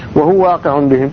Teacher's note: تشديد الواو الثانية فقط